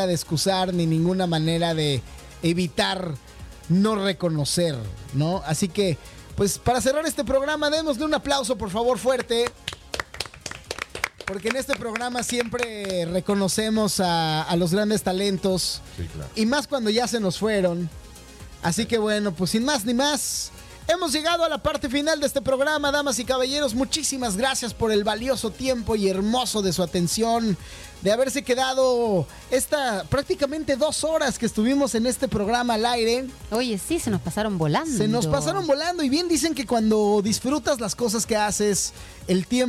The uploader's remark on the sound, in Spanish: GRABADO EN VIVO